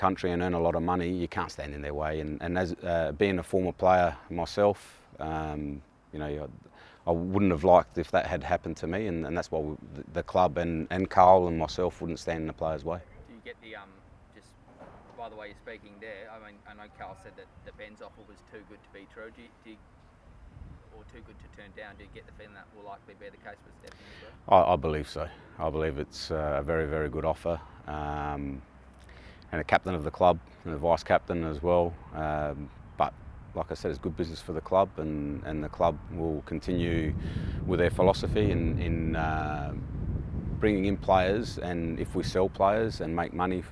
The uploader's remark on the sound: Pre-Match Press Conference. FFA Cup Quarter Final.